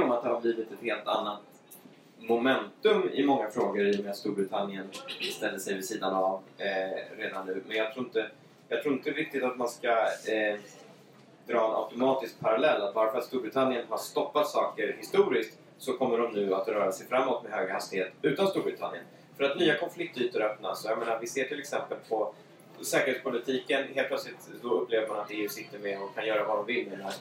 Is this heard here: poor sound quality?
yes